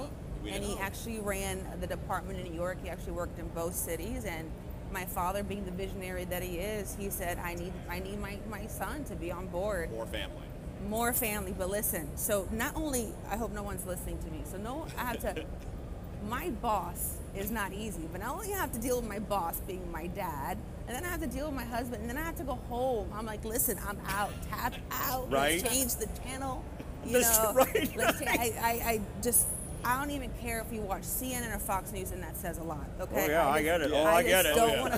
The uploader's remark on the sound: During this interview recorded at the 2021 PCA Las Vegas Show.